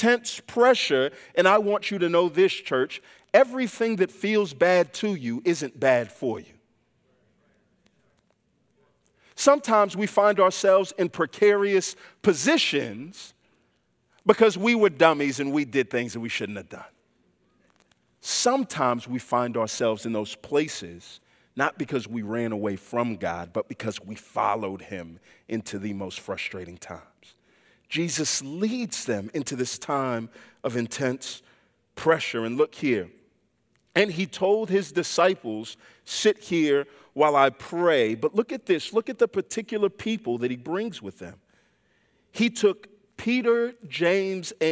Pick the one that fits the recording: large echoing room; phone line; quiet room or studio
large echoing room